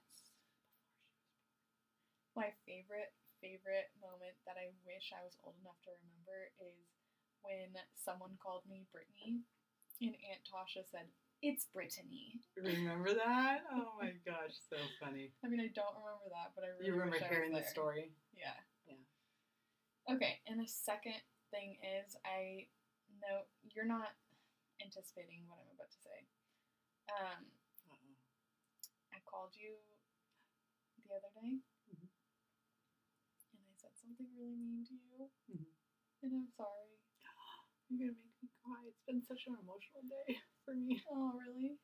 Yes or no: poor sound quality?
yes